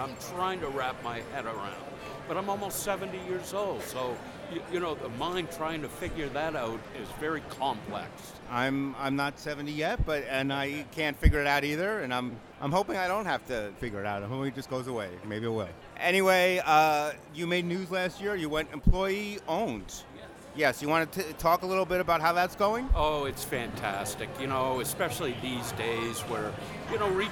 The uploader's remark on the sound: interviews they conducted live on the JCK show floor